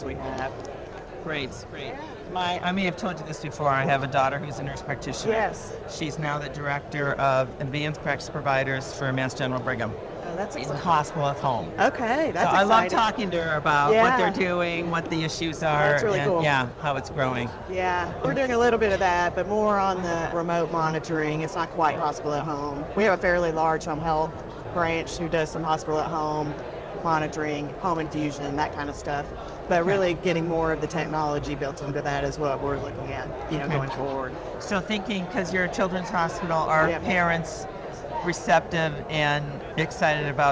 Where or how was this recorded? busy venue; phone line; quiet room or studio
busy venue